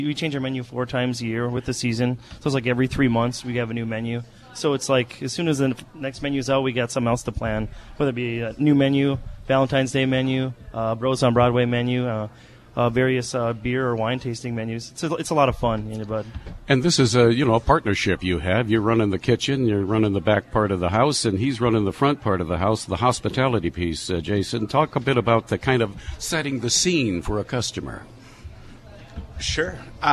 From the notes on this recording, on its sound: On Location at Nicole's Fine Pastry.